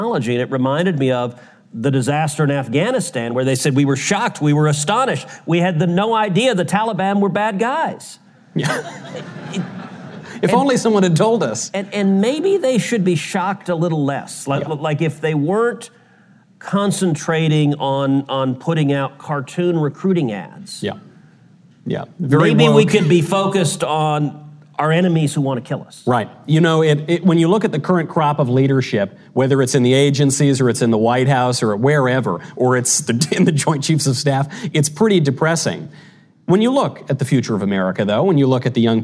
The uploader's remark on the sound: Live from the swamp at Catholic University. A one-of-a-kind, never-seen-before, all-mailbag live episode.